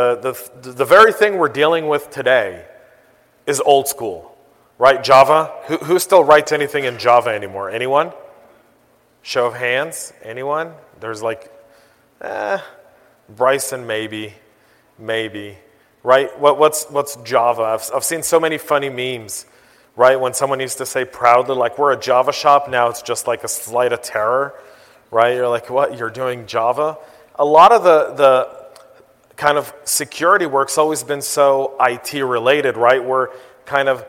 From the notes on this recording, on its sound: I was asked to give the keynote address at FutureCon. FutureCon Atlanta.